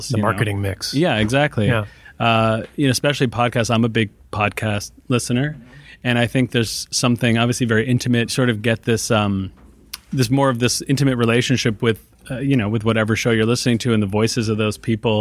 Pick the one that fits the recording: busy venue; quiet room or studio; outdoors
busy venue